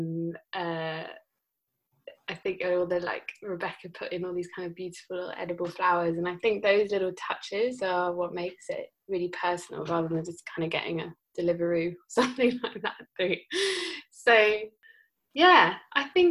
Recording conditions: video call